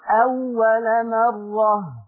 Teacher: ثانيا الواو المشددة لماذا يعني أطلنا فيها زمن الصوت؟ أي نعم الواو حرف رخو ولكن لا نبالغ في صفة الرخاوة حتى لا تتحول إلى حرف ممدود